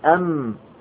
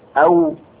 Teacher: مخرج الميم من الشفتين لكن بانطباق، ومخرج الواو من الشفتين أيضا لكن بانفتاح، أو الميم أم بانطباق، والواو أيضا من الشفتين لكن بانفتاح أو، فهنا المخرج متحد، فلهذا يخشى من أن تختفي.